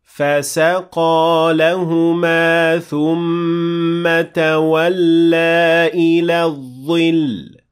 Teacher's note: The word فسقا has three times فتحة، and this means that they should all be the same length.